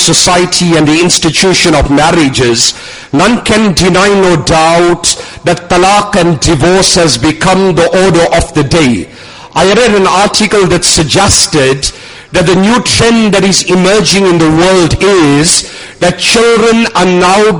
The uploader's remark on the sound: Jumuah lecture at Umhlanga Masjid